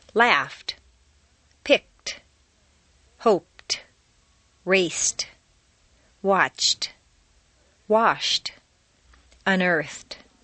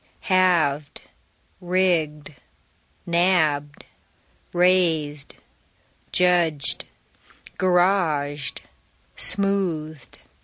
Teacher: T replaces D in the past tense after an unvoiced consonant sound · Shown in: first take · f, k, p, s, ch, sh, f, except T.